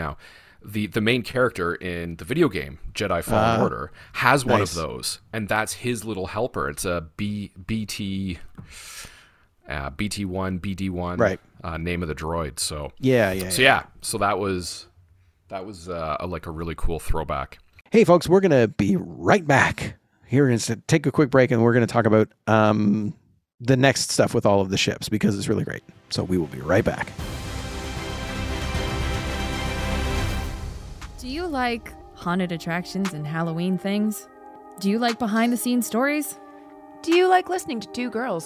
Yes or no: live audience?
no